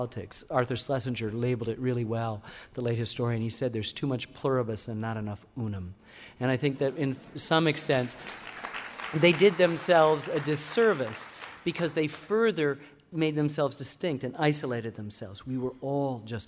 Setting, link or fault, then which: setting, live audience